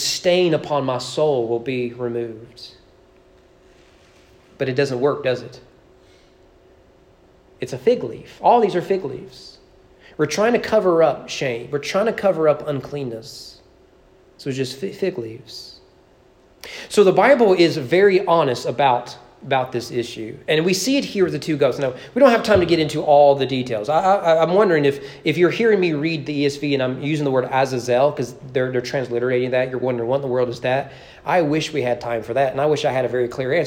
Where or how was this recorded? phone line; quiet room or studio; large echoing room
large echoing room